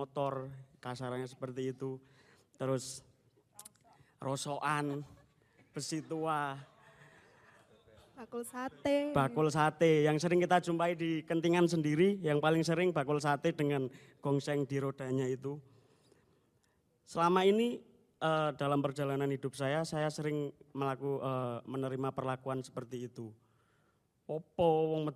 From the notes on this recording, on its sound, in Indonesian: Audio Version Only dari sesi diskusi karya pada event DAPUR BUNYI ke 2 Tahun 2019. Audio ini hasil dari alih format dari Video ke Audio (only) yang merupakan hasil rekaman dan milik dari UPT.Audio Visual ISI Surakarta.